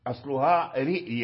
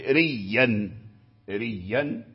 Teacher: وخففت الهمزة، خففت الهمزة أي فأبدلت همزتها، همزتها وياء وأدغمت في الياء الأصلية، فتكون رئيا بالهمزة، فتكون ريا بدون همزة وتشديد الياء